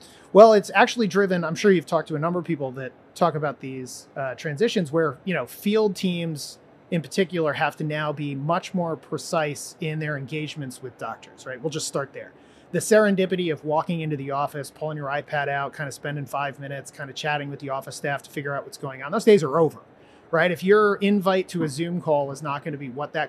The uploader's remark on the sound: live from the floor of the HLTH conference